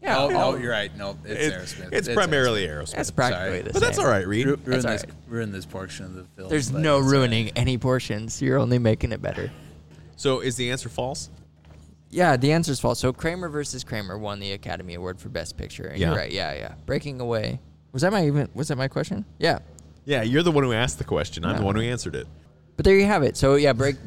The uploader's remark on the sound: while recording at Big Hair Brewhaus in Hartington, Nebraska